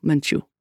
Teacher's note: Accent on the second syllable.